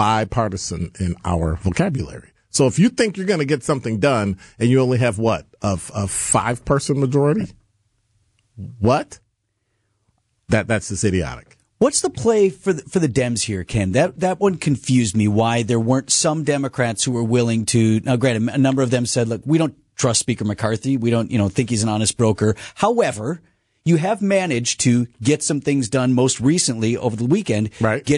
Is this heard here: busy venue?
no